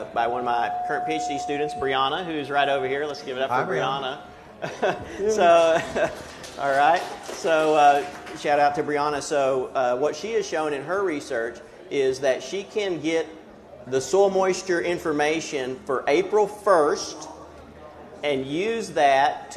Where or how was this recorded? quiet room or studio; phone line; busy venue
busy venue